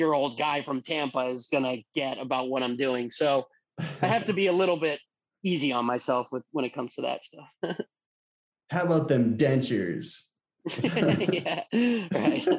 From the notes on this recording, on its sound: over Zoom this week